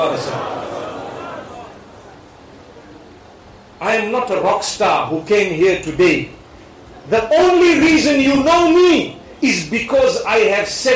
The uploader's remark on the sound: Lecture delivered in Tamale, Ghana during the Points to Ponder Tour.